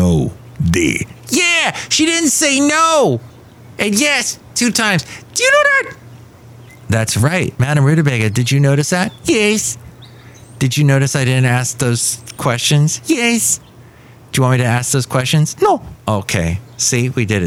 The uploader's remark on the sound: podcasts live from Café Anyway